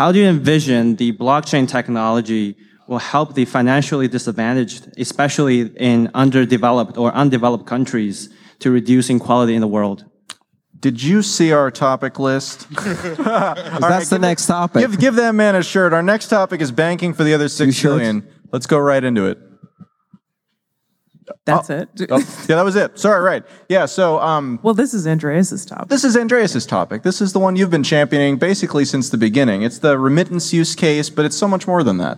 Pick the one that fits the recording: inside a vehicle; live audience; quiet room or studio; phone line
live audience